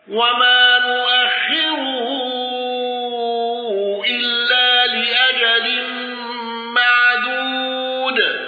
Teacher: قالون بتوسط المنفصل واندرج معه من اندرج